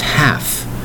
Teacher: Now you'll notice the L in the spelling of this word is silent. You are not hearing the word L.